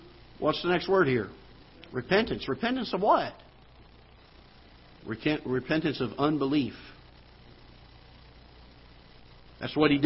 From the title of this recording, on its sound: Ketha Heights Baptist Church ~ Live Broadcast